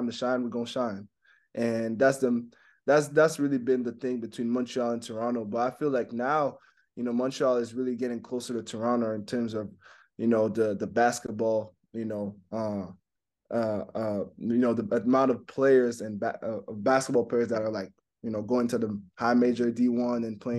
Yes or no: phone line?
no